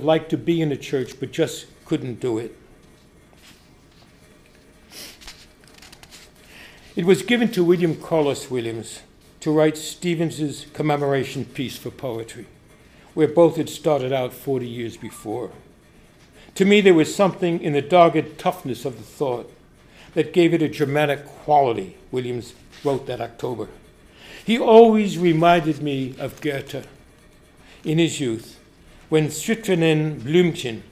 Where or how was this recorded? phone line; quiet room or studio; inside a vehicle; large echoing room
large echoing room